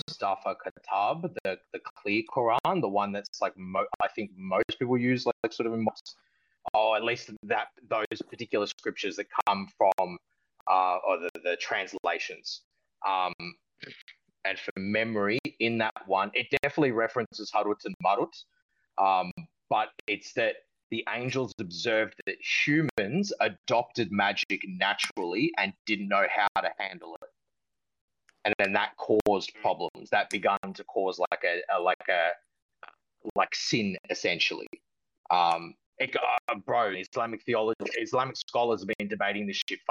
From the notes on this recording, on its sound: The idea being to test out how community engagement on a live platform would perform, while providing active conversational engagement from the listeners outside of written comments. Think of it as a Coast to Coast AM style open radio show. Admittedly the sound quality isn't the best but I feel it adds to that boots on the ground conversations we all heard back in the day with talkback radio (I will be using my regular recording set up next time around).